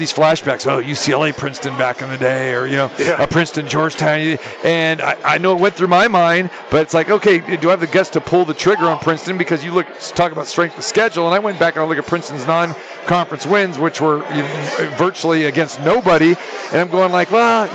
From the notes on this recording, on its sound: Live from the Superbook at The Westgate Las Vegas.